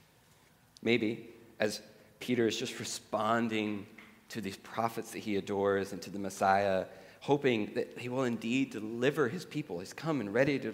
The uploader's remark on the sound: at The Table worship gathering on Sunday, February 11th, 2024.